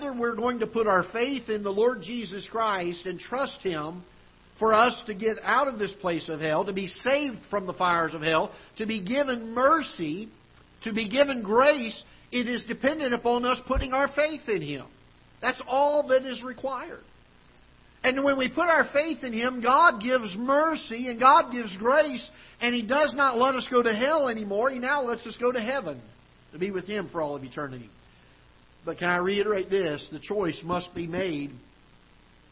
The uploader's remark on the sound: Ketha Heights Baptist Church ~ Live Broadcast.